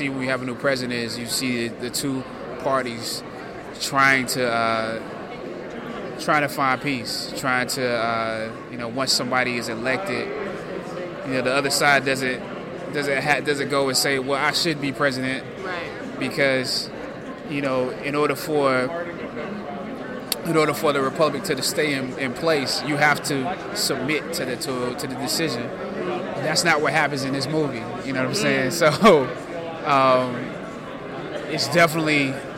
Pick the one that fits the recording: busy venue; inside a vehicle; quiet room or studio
busy venue